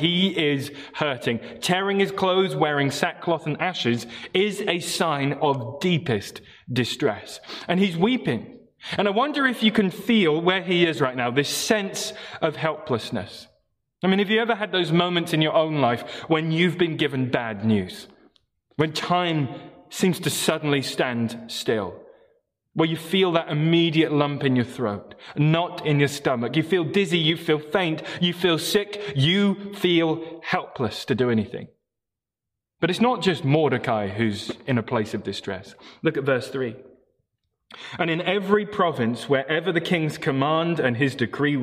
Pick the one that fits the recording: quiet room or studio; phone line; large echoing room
large echoing room